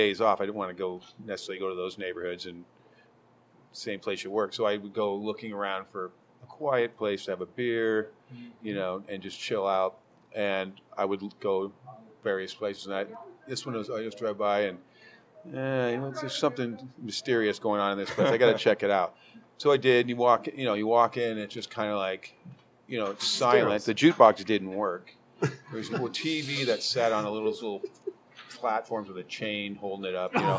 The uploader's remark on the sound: Recorded live at Darrell's Tavern on so-seedy-we-love-it Aurora Ave. Darrell's embraces the dive bar ethos and proclaims it's "where your dad used to drink."